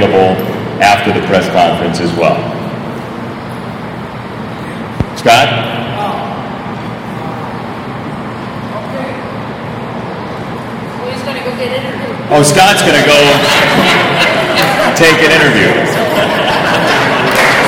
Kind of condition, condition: setting, busy venue